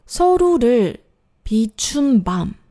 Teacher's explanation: 这里面注意这个 chun 这一个字的送气，一定要送出来。